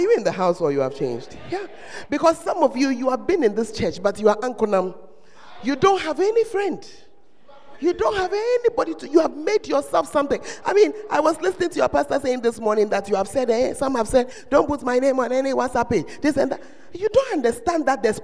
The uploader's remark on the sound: Preached at First Love Center, Ayeduase